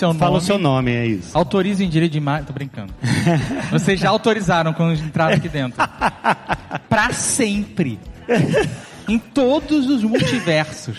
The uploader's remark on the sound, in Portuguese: Ao vivo no Spotify Podcast Festival